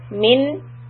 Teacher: The min is izhar, which means that you have to make the noon sound clear, min, and do not stay on the noon, do not stay there for two counts.